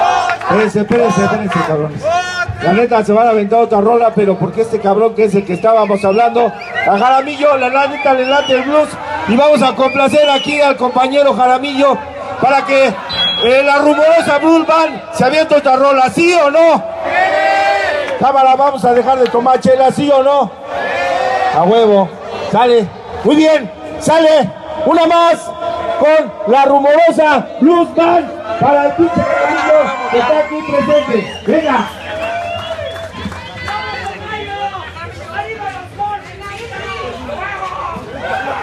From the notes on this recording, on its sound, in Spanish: Grabado en vivo en el Tianguis Cultural del Chopo, Mexico D.F. Dentro del marco del #tomesepocoapoco Summer tour 2016.